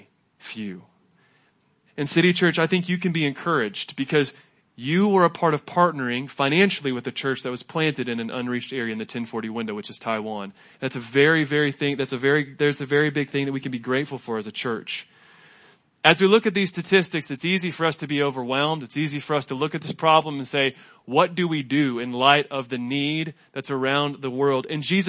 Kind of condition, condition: setting, large echoing room